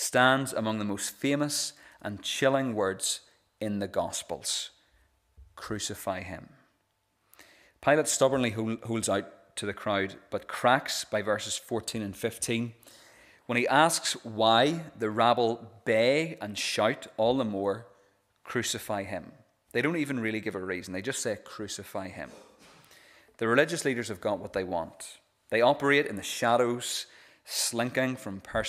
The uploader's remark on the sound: This is the recording of the Bible reading and sermon from our evening service on Sunday 26th March 2023.